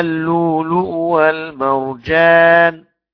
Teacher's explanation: اللؤلؤ ده الهمزة الأولى واو ساكنة